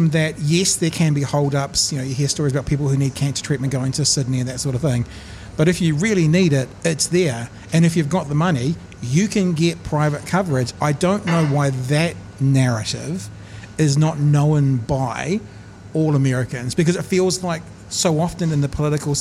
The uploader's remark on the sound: Broadcast live from Ombrellitos.